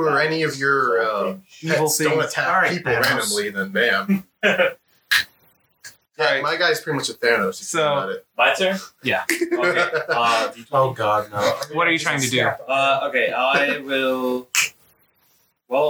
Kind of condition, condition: fault, poor sound quality